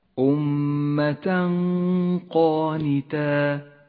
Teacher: يخفى التنوين بحرف القاف مع بقاء غنة للتنوين · Term: الإخفاء